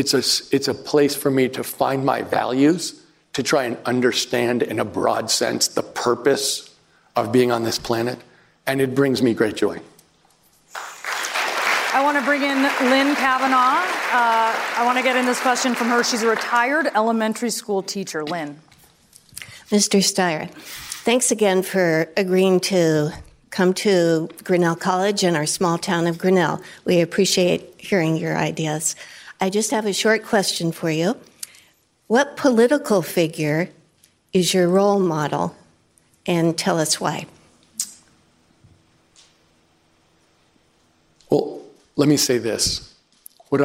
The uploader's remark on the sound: live town hall